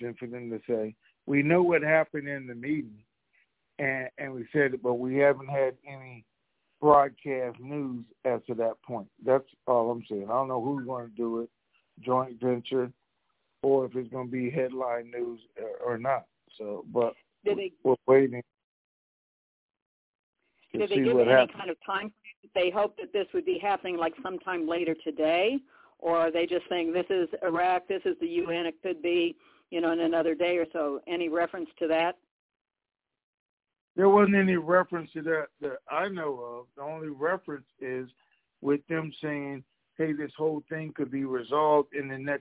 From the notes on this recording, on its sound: TNTSuperfantastic Conference Call.